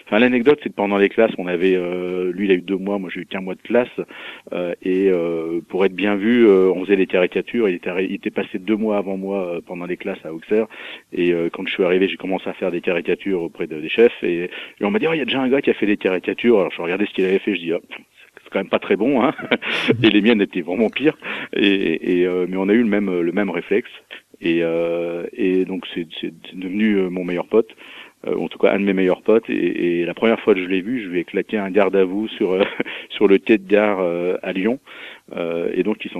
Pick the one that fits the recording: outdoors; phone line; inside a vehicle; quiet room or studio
phone line